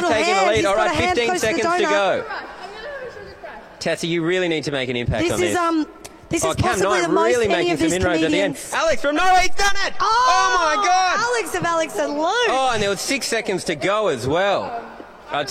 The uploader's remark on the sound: Six at 6 at the Melbourne Comedy Festival. Live from ACMI.